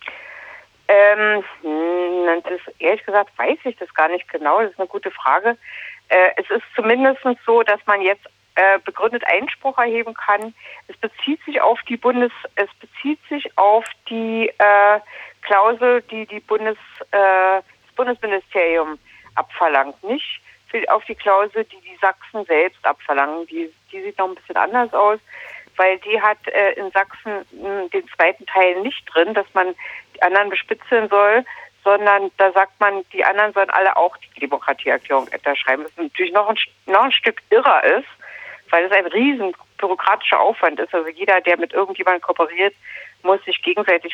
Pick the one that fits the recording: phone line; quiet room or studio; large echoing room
phone line